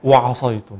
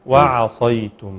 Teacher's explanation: إنما هو الصحيح أن يقرأها هكذا وعصيتم، يرقق الواو ويرقق العين · Shown in: second take